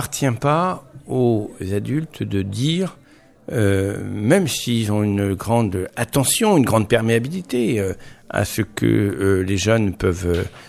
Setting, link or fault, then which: setting, busy venue